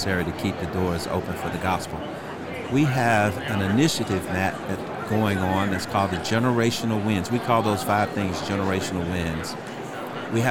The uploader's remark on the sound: LIVE from NRB 2022!